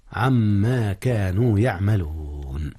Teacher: إدغام نون عن في ما، وقد أدغم إدغام غنة